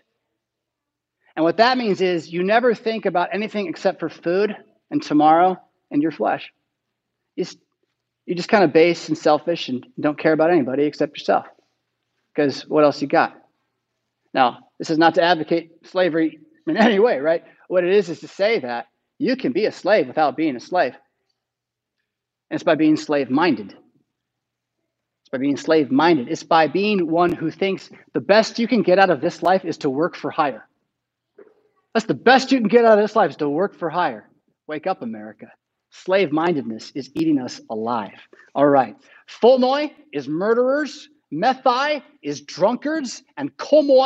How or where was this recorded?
large echoing room